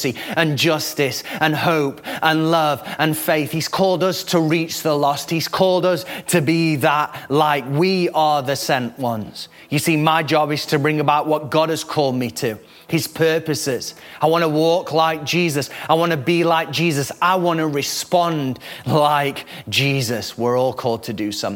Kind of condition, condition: setting, large echoing room